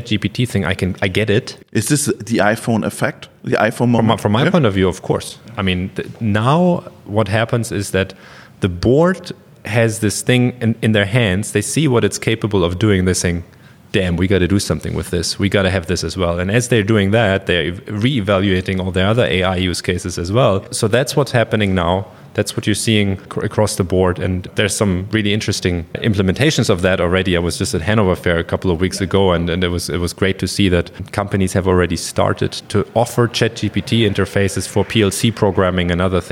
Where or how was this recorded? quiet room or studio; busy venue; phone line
busy venue